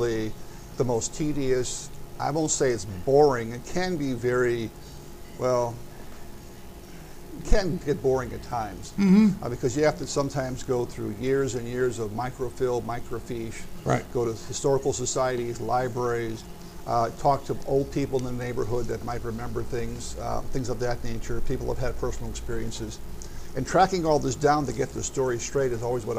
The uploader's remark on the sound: On location. Bachelor's Grove Cemetery, Monks Castle and more.